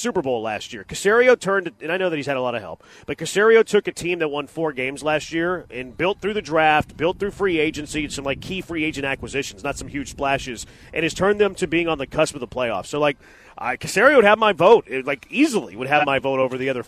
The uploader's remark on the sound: LIVE from The Decoy!